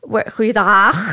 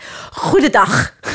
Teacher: we're in the south, so we're not as guttural · Shown in: first take · so it's a little bit less, it's more like a duck, as we call it a soft G.